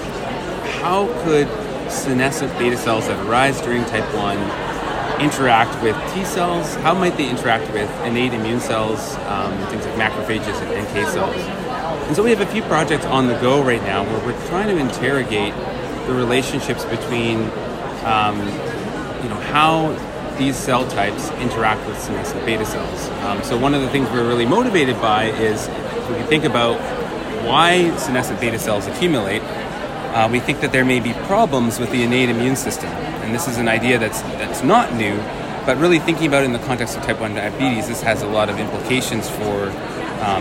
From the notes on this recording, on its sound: recorded during Day 1 of Islet Study Group 2023